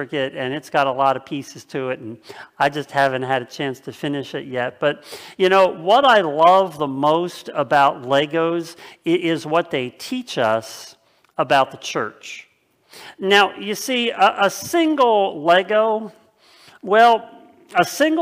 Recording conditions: large echoing room